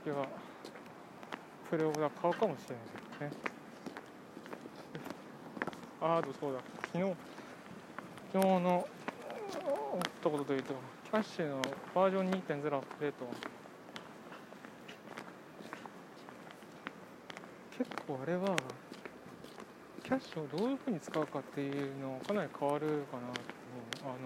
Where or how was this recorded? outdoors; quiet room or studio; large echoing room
outdoors